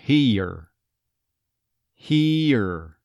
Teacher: especially in East Texas, the ear sound will have a tendency to rise up and almost become an E there. So it may become more like here.